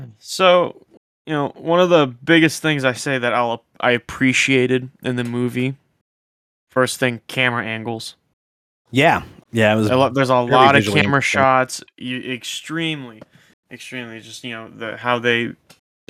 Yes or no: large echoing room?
no